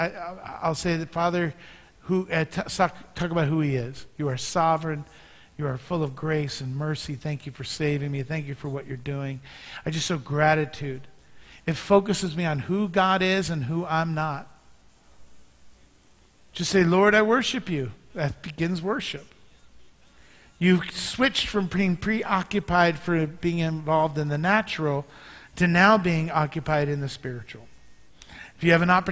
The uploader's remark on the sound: Mt. Zion Church Live!